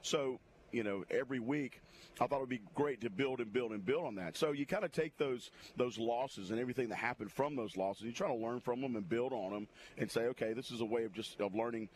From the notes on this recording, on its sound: LIVE from Baker High School on the first Friday of high school football season!